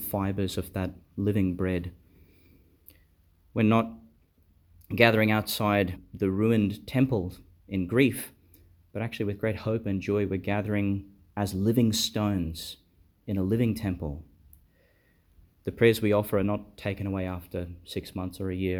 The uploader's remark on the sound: Delivered in St Joseph's Chapel, Bishop's House Rockhampton, Qld.